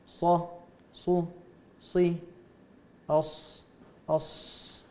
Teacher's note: الآن انتهينا من أصول الثنايا وأطراف الثنايا، تحتها ما بين الثنايا السفلى والعليا تخرج منها الصاد والسين والزاي، الصاد تخرج من طرف اللسان مع فويق فوق، يعني فوق فويق هي للتصغير، فويق الثنايا السفلى، ويستعلي معها أقصى اللسان، هذا الصاد.